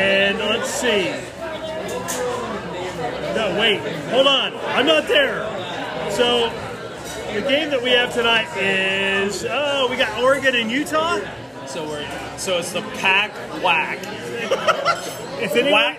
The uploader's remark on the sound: On location in Normal, IL from Medici’s.